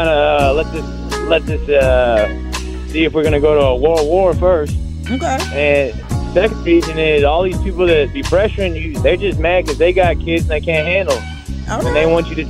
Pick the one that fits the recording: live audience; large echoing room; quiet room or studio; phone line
phone line